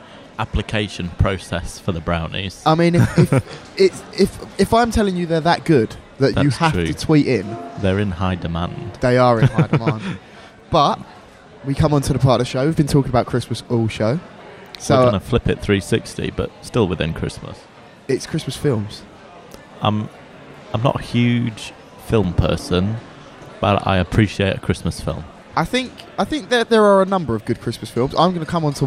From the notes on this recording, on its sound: LIVE from Food Village - Christmas Special. This podcast was first broadcast Live.